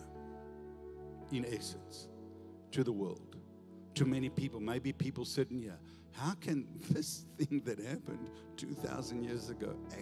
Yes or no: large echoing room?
yes